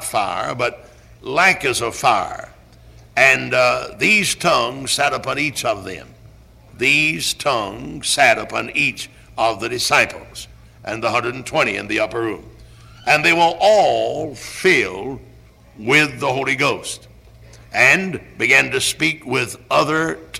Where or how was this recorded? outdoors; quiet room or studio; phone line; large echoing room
large echoing room